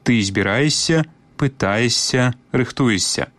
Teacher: У вымаўленні тут абавязкова павінен быць падоўжаны мяккі «с».